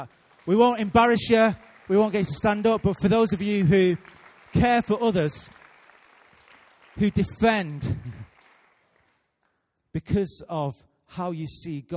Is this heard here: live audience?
yes